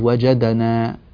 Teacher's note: فجعلت القلقلة مائلة إلى الفتح